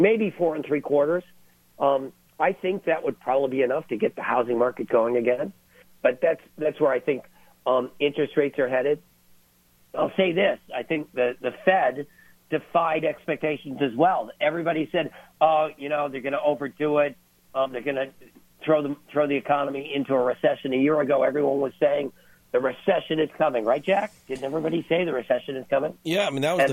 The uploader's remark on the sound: called into GMNH